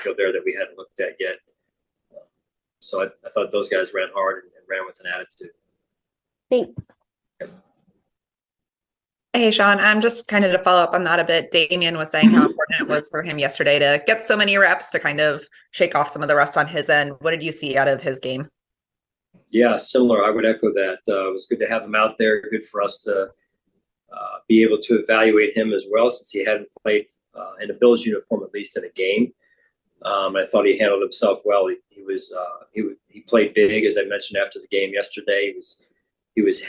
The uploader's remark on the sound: addressed the media via Zoom